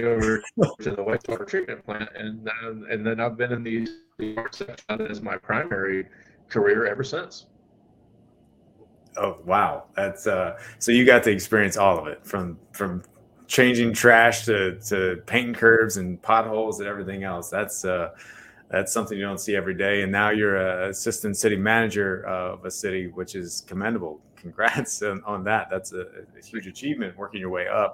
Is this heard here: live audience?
no